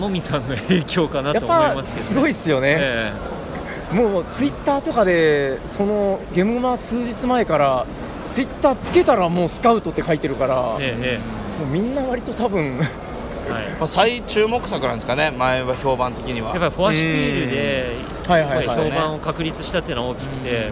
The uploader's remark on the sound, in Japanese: ゲムマ会場で収録しました